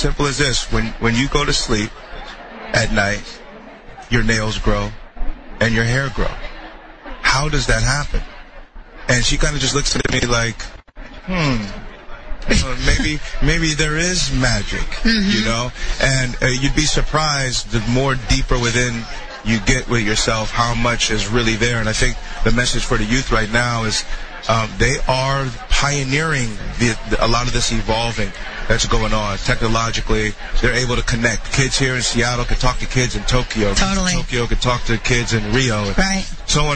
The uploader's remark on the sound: Live at the NW Women's Show